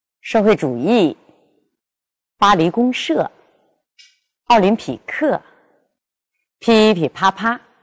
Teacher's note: 重音在第四个音节上 · Term: 中轻中重